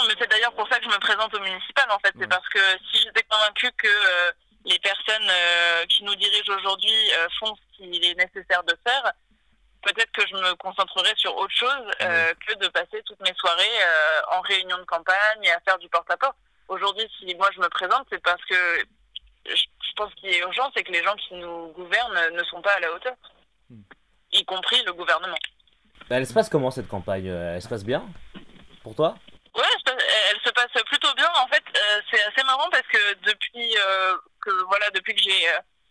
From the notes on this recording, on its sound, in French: entretien enregistré par téléphone